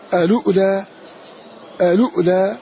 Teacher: بدأ بهمز وصلي مع الهمز الساكن بعد اللام